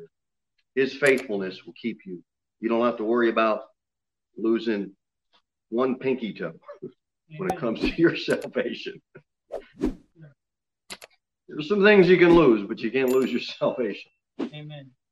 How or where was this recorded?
large echoing room